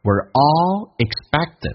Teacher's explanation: We 说成一个 W 加个儿化音 · Term: 弱化现象